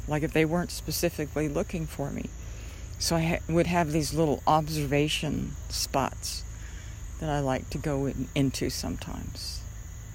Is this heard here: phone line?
no